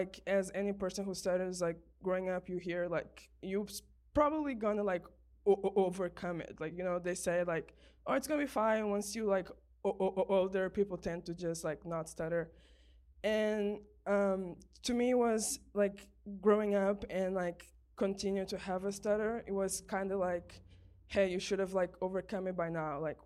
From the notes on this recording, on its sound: Comic Book Launch - LIVE from Octavia's Bookshelf.